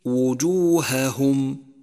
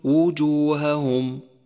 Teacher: فيجب فصل الهاء الأولى عن الثانية من غير تمطيط · Shown in: first take